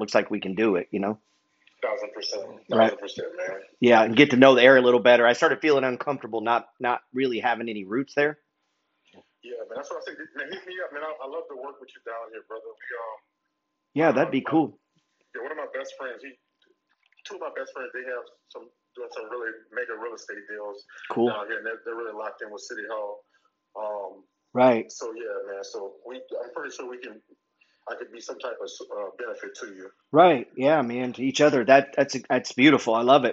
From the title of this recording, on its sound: Calling Followers on the Phone